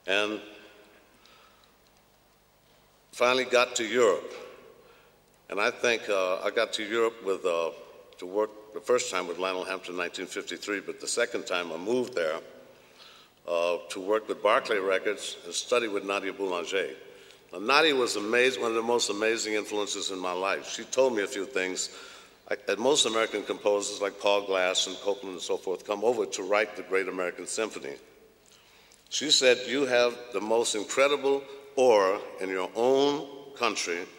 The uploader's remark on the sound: recorded at the 2000 International Achievement Summit in London, England